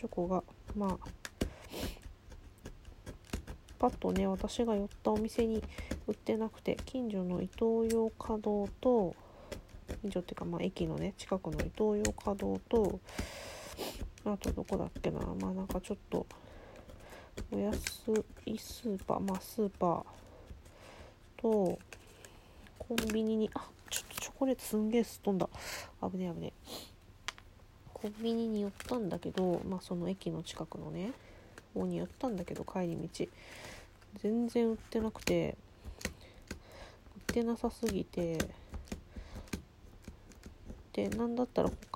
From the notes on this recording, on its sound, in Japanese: 作業し乍らの為、雑音多目です